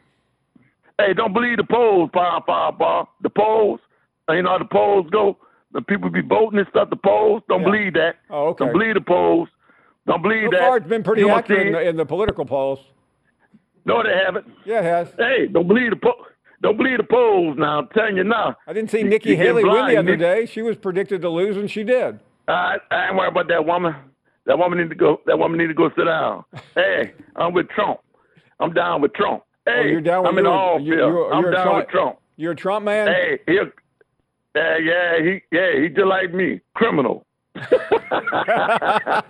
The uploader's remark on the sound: more of your phone calls